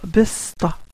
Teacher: Donc, puisque Talut est un seul homme, pas plus, un seul, le Coran, il a employé le S qui est bas, le S aminci, le S sourd. et amincit avec pression vers le bas.